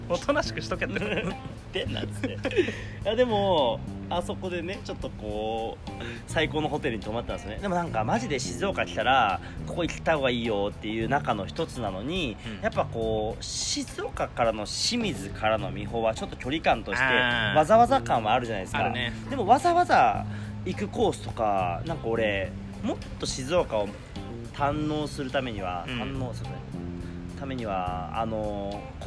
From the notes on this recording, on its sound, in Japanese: Anchor epic屋上収録 2020/06/15。